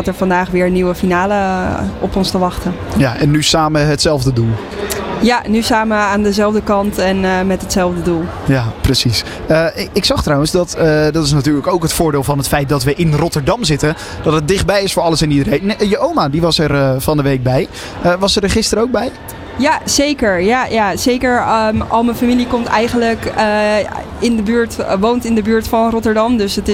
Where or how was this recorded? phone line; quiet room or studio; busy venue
busy venue